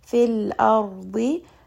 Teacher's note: را also has توسط، so rest on that. را is going to be heavy in this case because the letter before has فتحة، and then the را has سكون، and then ضاد here is also going to be heavy.